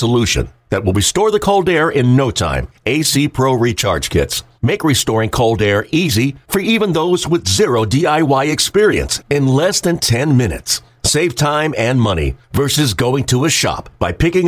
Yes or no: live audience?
no